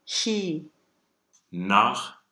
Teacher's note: We use this large X for German because the ach-laut is further back than the normal phonetic letter of X that we would find in Spanish and Czech